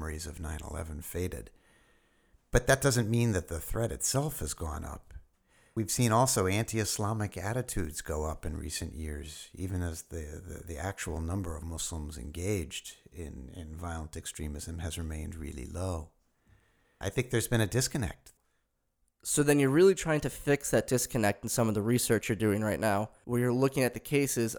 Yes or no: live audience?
no